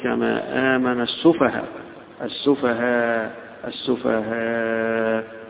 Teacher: إذا وقف عليها حمزة وهشام، هذه همزة متأخرة أخيرة في الكلمة، فيقف عليها بإبدالها ألفا مع المد والقصر والتوسط، يعني لو وقف عليها حمزة هنا هيقول كما آمن السفهاء، · Term: يبدل الهمزة ألفا